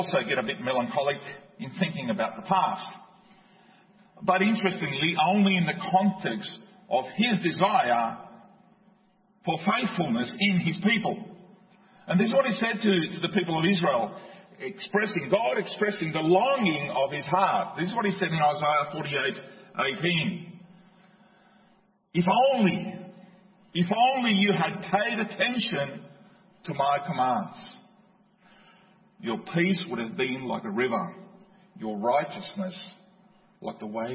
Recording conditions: large echoing room